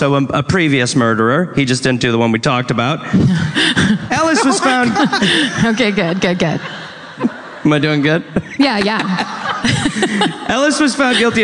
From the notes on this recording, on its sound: live from The Orpheum theater in Los Angeles!